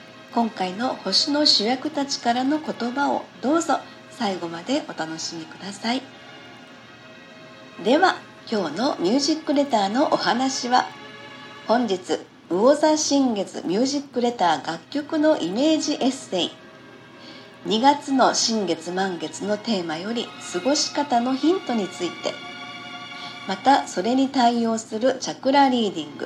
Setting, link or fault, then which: fault, phone or laptop microphone